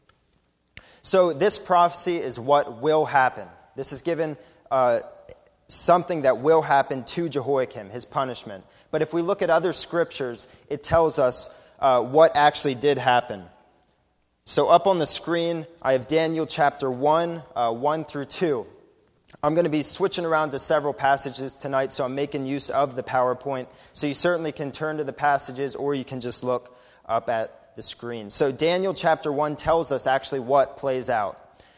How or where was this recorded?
large echoing room